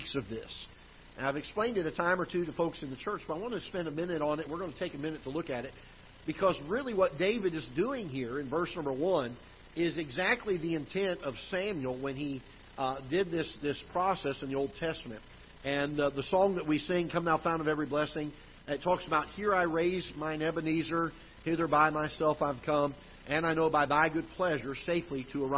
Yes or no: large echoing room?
yes